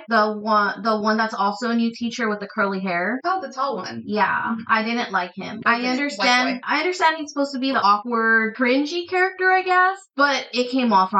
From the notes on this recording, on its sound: We had some technical difficulties when recording this episode so apologies on the sound